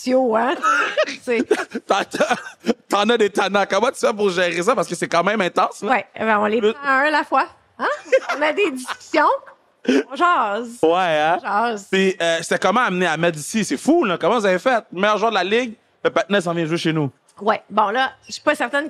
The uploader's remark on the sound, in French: Sans Restriction était live du Centre Vidéotron pour le Duel de la LECB!